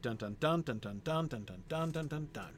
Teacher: the dominant meter of this poem is in one of Dr. Seuss's favorite meters, which is anapestic tetrameter.